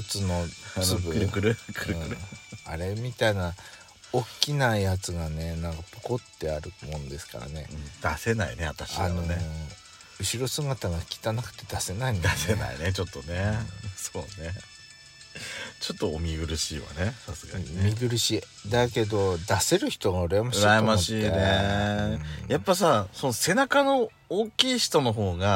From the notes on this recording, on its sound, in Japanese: パーキング収録